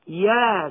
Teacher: ومد السين مد لازم حرفي مخفف وصلا ووقفا